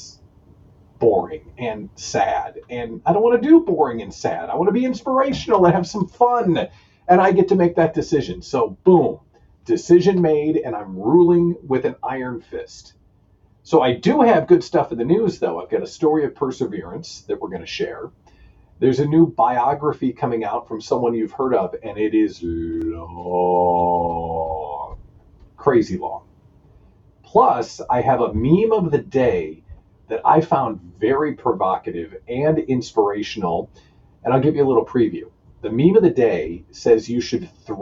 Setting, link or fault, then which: fault, poor microphone